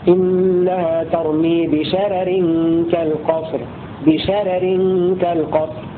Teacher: اتفق الرواة عن ورش على ترقيق الراء الأولى من لفظ بشرر في سورة المرسلات في الوصل والوقف لأجل كسر الراء الثانية بعدها، فهو ترقيق لترقيق هكذا: إنها ترمي بشرر كالقصر بشرر كالقصر.